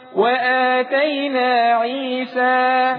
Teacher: قصر وفتح ذات الياء